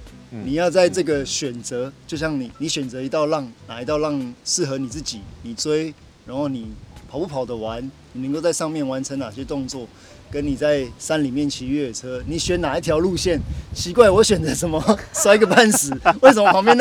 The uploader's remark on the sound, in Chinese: 所以騎完車 ，我們找個草原後，就這樣躺著 吹著風曬著太陽下，完成這次的錄音。當然戶外的音質不是最完美的，但有溫度～。